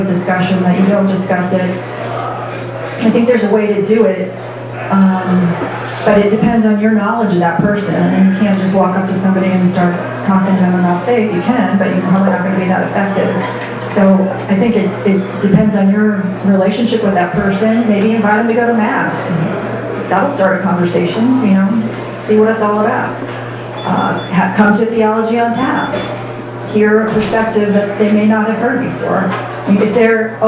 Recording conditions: busy venue